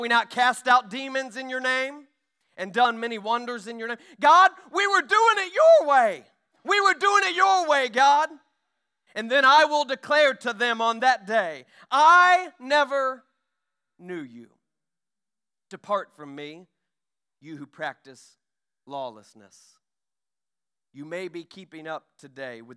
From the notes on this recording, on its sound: During our Sunday morning gathering. We are an Apostolic, Pentecostal church located in Poplar Bluff, Missouri.